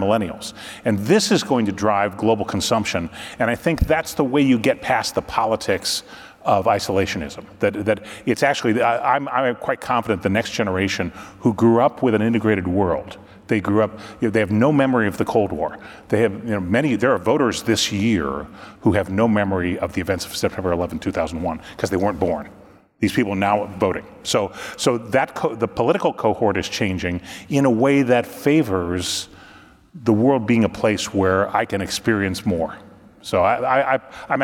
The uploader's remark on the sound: Trade Guys on the Road: RILA Supply Chain Conference Edition Part 2. Live from the Retail Industry Leaders Association Supply Chain Conference in Dallas, Texas.